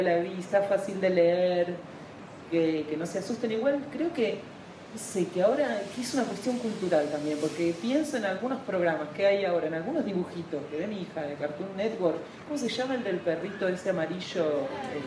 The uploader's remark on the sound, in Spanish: Audio registrado en el Parque Bustamante de Santiago de Chile en noviembre de 2014